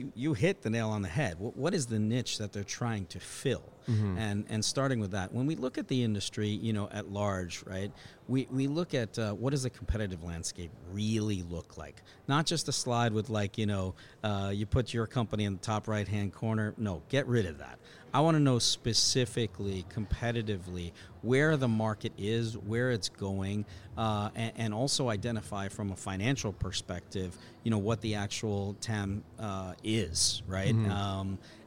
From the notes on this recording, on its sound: Live from Tech Crunch Disrupt in San Francisco.